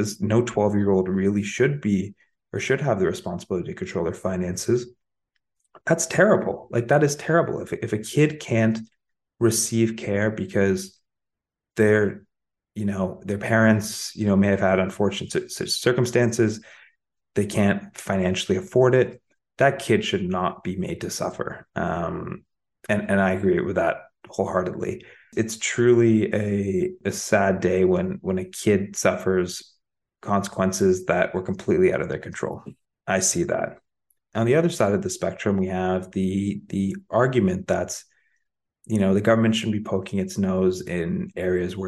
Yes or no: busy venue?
no